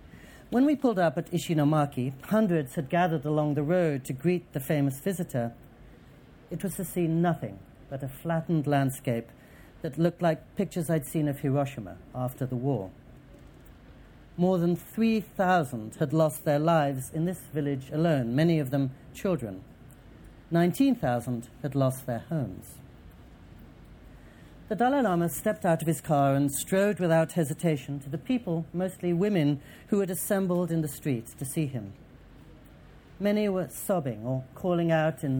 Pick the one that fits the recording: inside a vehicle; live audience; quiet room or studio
live audience